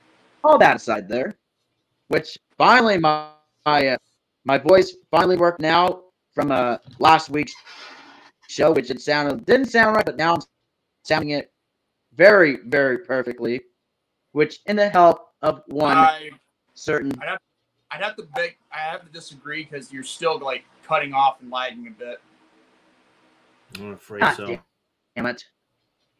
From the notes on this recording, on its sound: I want to apologize once again with the audio and having technical difficulties throughout the program